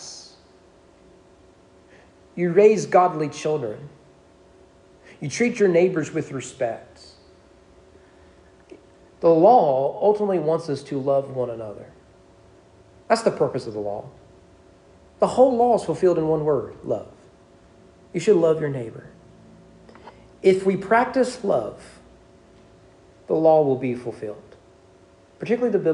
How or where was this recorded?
large echoing room